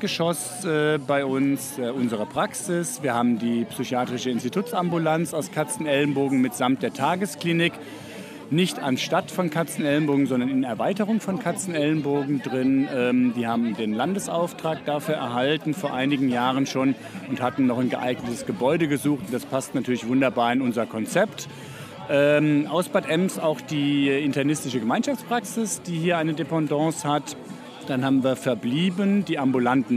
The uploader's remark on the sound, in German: Auf dem Sommerfest des Medical Centers. Das HÖRlokal war mit seinem Mikrofon dabei und hat sich umgehört.